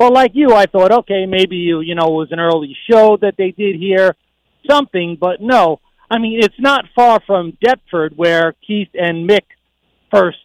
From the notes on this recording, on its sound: GIVES US A CALL FROM LONDON